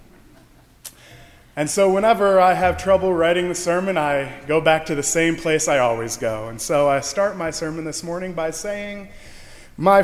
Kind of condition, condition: setting, large echoing room